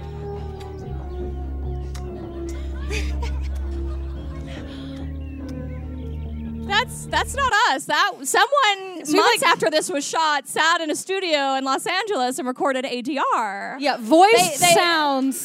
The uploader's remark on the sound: Performed a live show at Caveat in New York City.